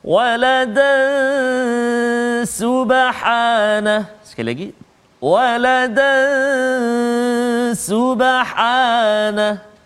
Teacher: tanwin bertemu dengan sin iaitu ikhfa hakiki dengung dua harakat